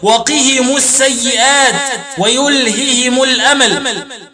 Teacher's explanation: قرأ الباقون بكسر الهاء وضم الميم وصلا